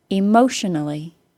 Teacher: It will be stressed on the mo syllable because of our consonant plus ion rule. We can add an ally, and the stress won't move.